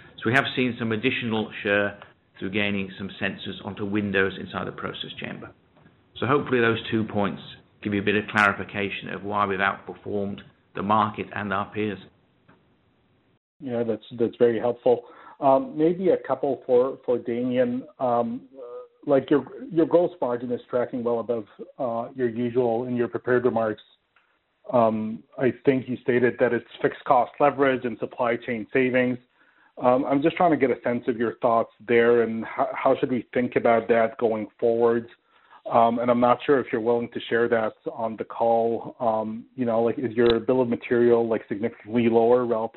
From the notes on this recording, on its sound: Third quarter 2020 earnings call for Photon Control Inc.